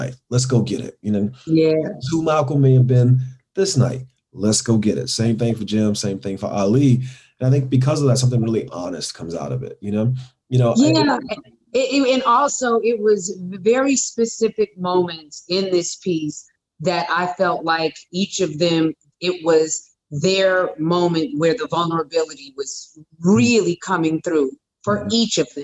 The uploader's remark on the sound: in a spoiler-filled virtual Q&A